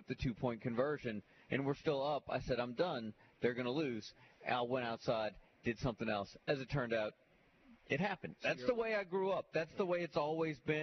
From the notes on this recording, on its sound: live from Wingfingers!